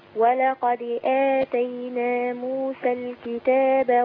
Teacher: خدي بالك أستاذة لا أنت بتكسري الحرف المقلقل اللي هي الدال. هي احنا بنهز الحرف فبيمال بطبيعة الحال أو بياخذ جزء من حركة الفتح